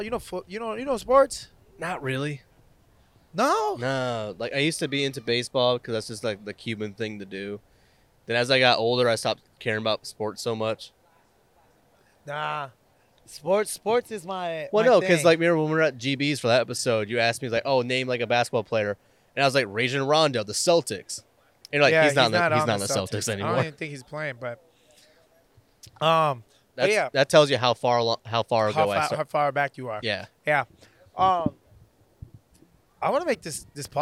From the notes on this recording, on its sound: Thank you to The Yard at Ivanhoe District for allowing us to record